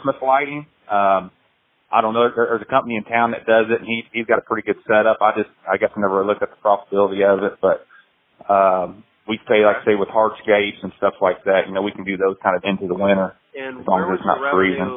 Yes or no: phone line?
yes